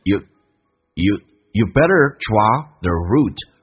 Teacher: d 可以不用发出来，变成 you better draw theroute